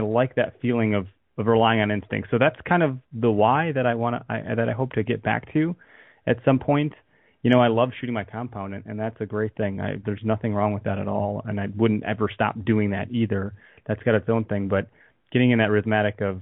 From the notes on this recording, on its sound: Eventually a couple callers call in from IL and the East Coast